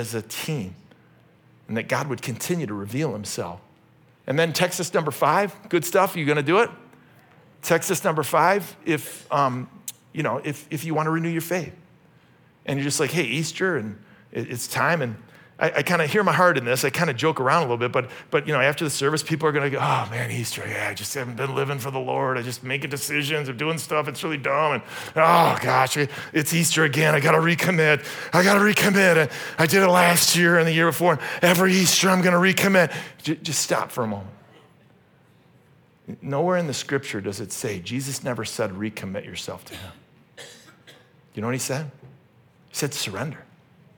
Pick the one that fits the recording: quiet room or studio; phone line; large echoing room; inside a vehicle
large echoing room